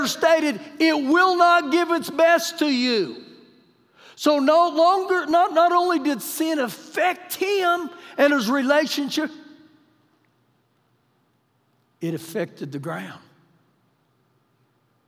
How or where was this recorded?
large echoing room